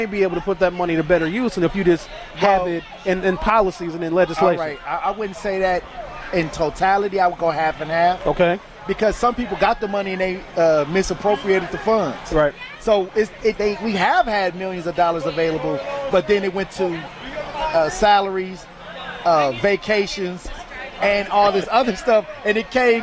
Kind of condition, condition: setting, busy venue